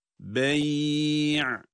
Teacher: Ya cezim ile okunurken sesi orada uzatıyoruz.